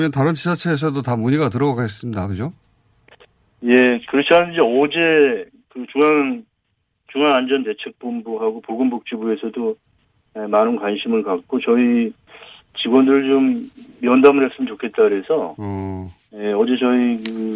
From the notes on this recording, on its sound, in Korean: 전화연결